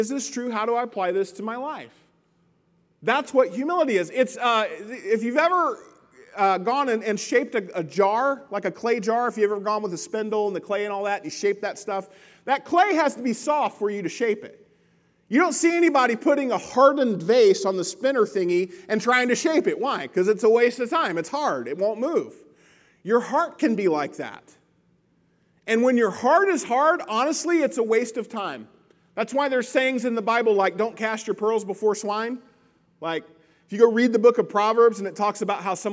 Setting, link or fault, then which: setting, large echoing room